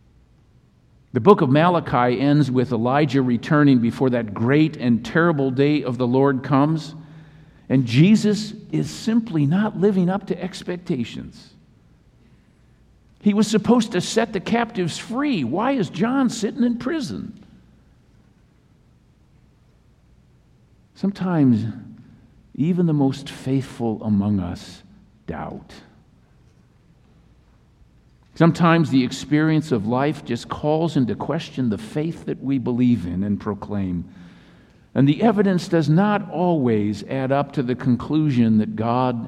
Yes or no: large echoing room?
yes